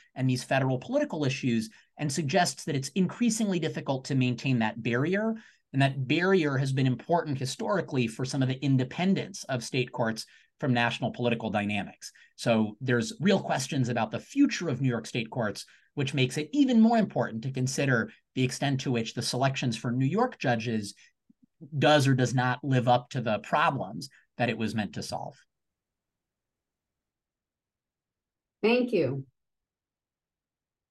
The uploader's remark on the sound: The panel took place via Zoom